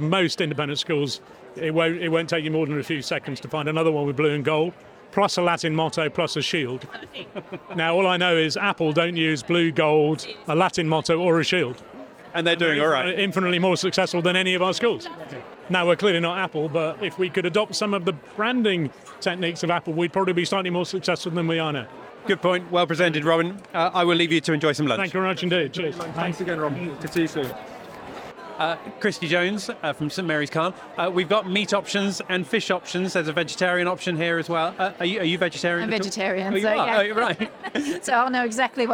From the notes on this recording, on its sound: A walk around the 2023 AMCIS annual conference. First we’re going to get some coffee and see who’s here so come with me as I take you around the event at this year’s AMCIS annual conference.